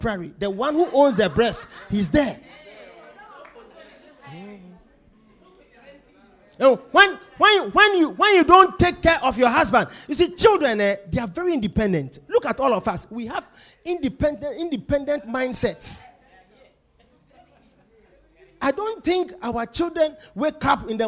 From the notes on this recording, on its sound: Preached at The Victory Secrets Service.